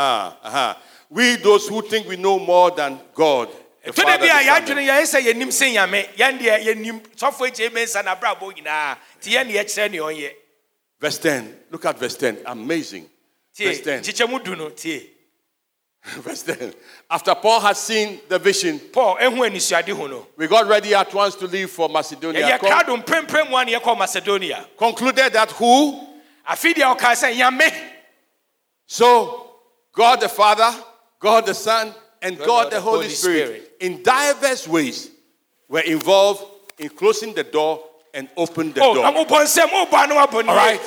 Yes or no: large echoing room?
yes